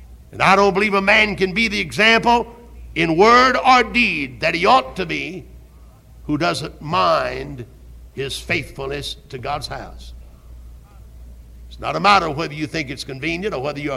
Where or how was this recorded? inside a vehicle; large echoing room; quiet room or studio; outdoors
large echoing room